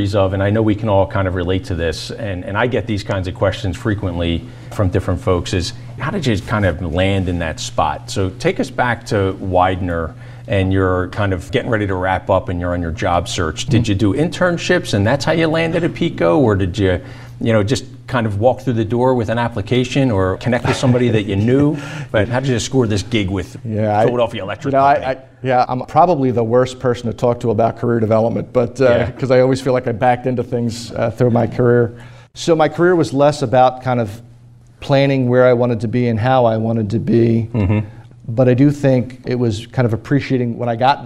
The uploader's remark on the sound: In front of a live studio audience at PECO’s headquarters in Philadelphia.